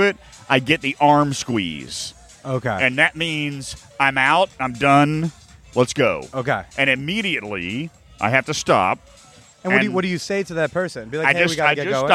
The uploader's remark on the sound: I spent a weekend in paradise at the hot couples-only clothing-optional resort in Cancun, Mexico. We sat outside my beautiful oceanside suite.